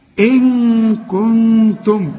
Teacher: عندك اتنين غنة هنا، نون بعدها كاف ونون بعدها تاء، والكاف والتاء من حروف الإخفاء، يبقى عاوزين هنا غنة وهنا غنة